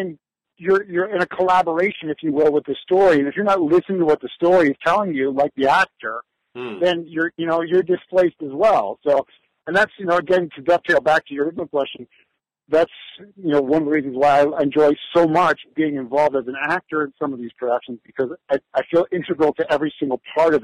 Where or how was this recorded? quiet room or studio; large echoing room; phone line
phone line